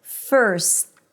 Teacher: Basically, a T after an S is just an abrupt stop of the S consonant sound.